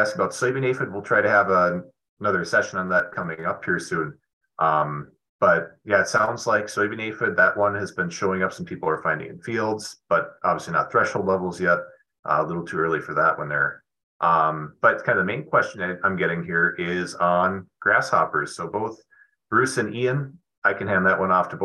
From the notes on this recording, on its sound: The weekly Wednesday program will feature a live webinar with interactive discussion with attendees, addressing in-season cropping issues as they arise.